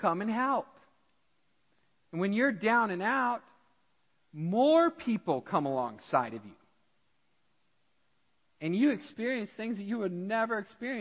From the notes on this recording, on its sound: Midland Evangelical Free Church Sermon Audio